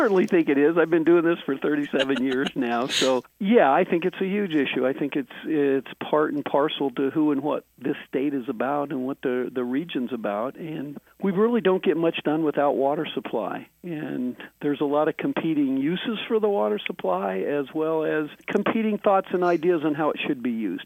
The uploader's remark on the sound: In this episode we are doing a phone interview.